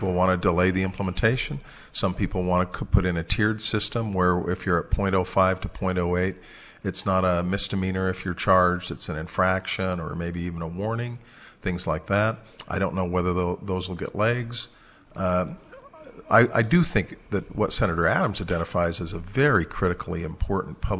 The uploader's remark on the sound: For our annual live broadcast from the Utah State Capitol in Salt Lake City on the opening day of the Utah Legislature.